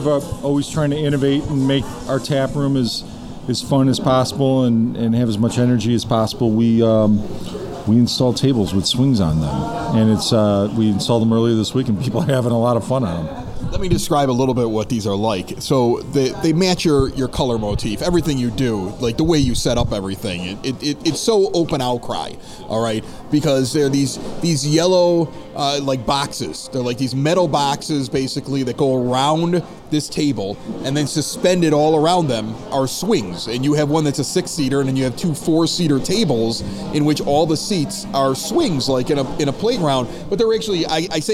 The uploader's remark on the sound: Some cool cars also were on display this past weekend, and we have the audio from Evergreen Park's American Legion.